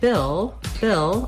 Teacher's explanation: I just basically go right from that I sound into my L sound. I don't have to do anything special for that L. · we have the vowel ih, which is a lax high front vowel. Basically, that's the same vowel sound that's in did, and when you learn a lot of words and sounds surrounding that ih sound, it's easier to do it in the word Bill.